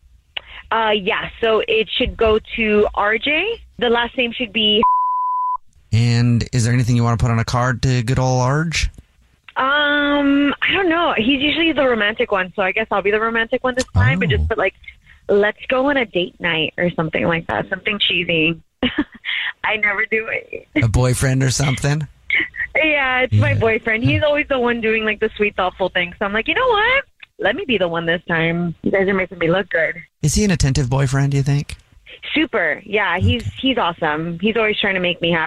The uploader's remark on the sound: Now the Jubal Show is on the phone to help him out.